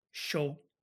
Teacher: In some places, for example, in Argentina, it sounds a bit like sh or zh. So you wouldn't say yo, you'd say sho.